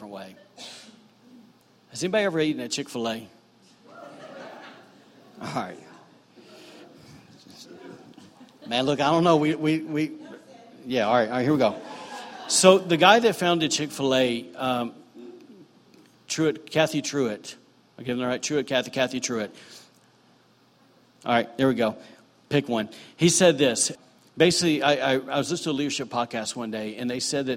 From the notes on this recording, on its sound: was recorded on Sunday, August 26, 2018, during services at The Anchor Church in Rockport, Maine.